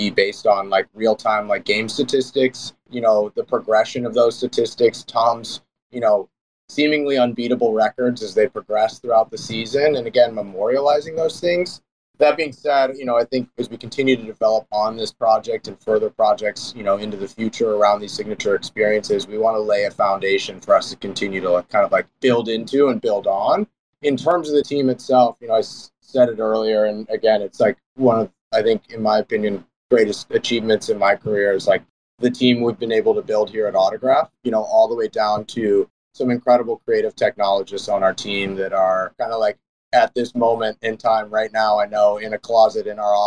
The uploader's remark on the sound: NFTLA Live Twitter Space